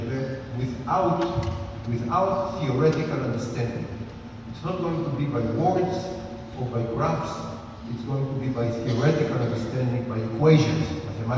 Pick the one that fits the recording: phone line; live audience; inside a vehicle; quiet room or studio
live audience